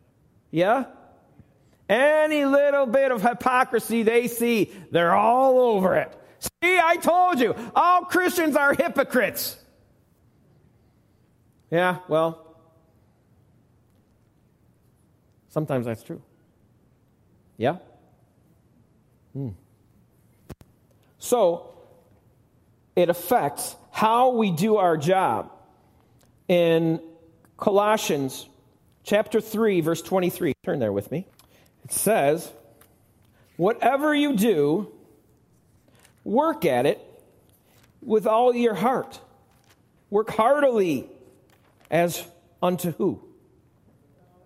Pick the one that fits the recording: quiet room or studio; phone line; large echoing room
large echoing room